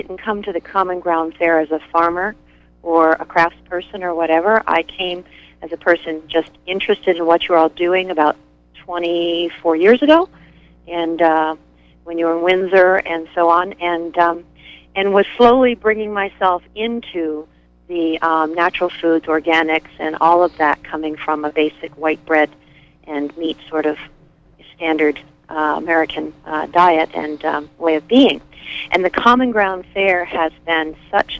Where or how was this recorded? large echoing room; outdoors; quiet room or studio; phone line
phone line